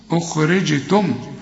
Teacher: الجيم هنا بقلقلها علشان عليها السكون